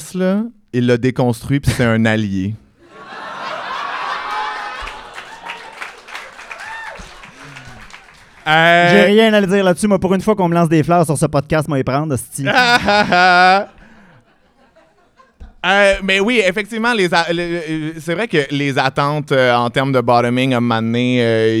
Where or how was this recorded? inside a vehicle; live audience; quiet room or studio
live audience